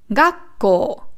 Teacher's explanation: Also hier ist die Betonung auf dem Ga und auf dem Ko.